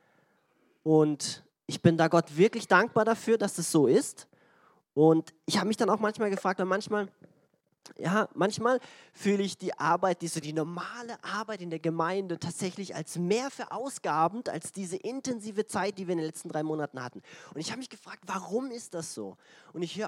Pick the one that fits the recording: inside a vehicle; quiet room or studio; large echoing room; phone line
large echoing room